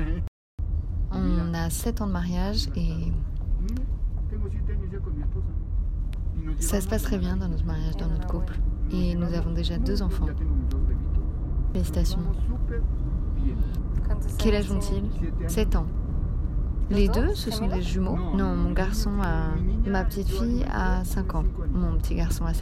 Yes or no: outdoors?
yes